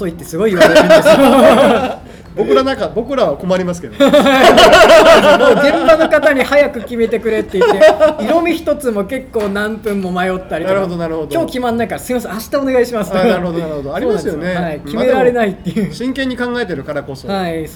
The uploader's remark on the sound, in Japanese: 滋賀県長浜市、JR長浜駅前に新しくできた「長浜カイコー」。このエピソードは、長浜カイコーにて開催されたグッドデザイン賞受賞作の展示イベント「長浜デザイン今昔物語」のオープニングトークとして公開収録されたものです。